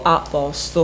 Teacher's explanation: Io da emiliana dico a posto, con la O aperta.